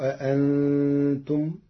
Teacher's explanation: قرأ ورش كلمة أأنتم بتسهيل الهمزة الثانية بين وله إبدالها ألفا مشبعة لوجود نون ساكنة مخفاة بعدها.